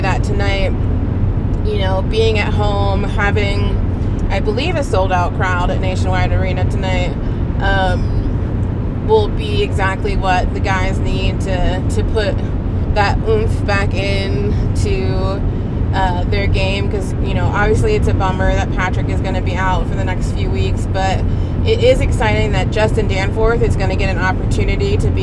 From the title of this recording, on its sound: Opening Night Carcast